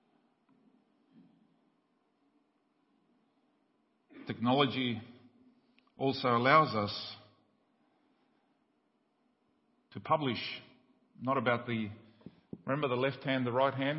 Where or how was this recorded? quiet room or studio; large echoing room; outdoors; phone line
large echoing room